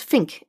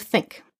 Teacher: students will say more of an F sound instead of a TH sound. · Shown in: first take